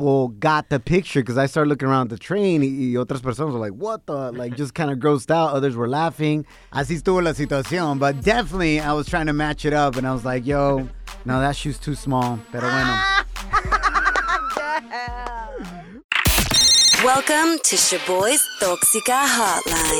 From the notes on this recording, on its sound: We opened up the phone lines to help out a listener.